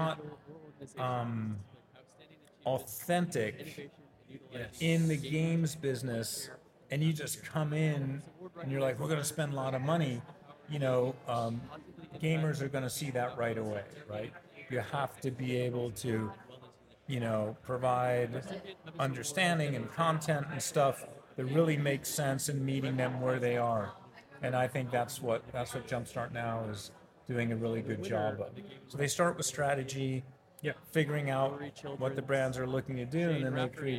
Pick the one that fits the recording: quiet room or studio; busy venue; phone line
busy venue